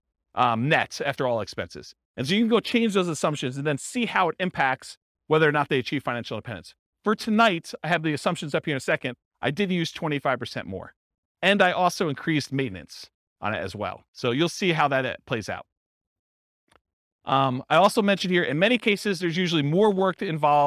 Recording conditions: live audience